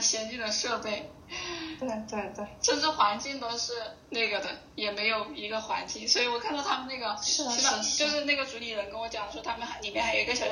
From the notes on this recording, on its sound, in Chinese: 关于节目目前收音不太好的原因